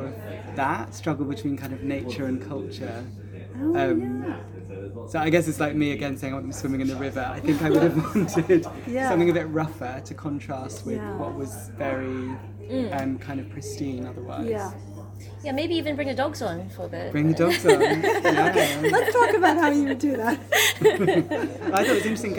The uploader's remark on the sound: On location in London. Variation in sound quality comes from recording in public spaces or in transit.